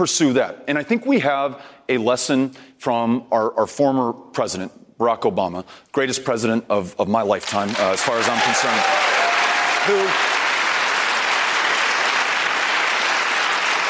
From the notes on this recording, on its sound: a live town hall